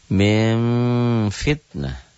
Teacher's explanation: Min jadi mim, bunyi M tapi dibacanya samar, tetap karena ikhfa.